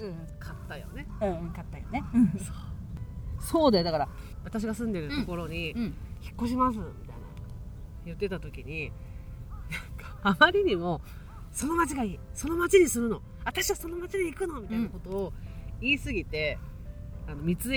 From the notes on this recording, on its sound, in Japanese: 青空収録月間で音悪くてごめんなさい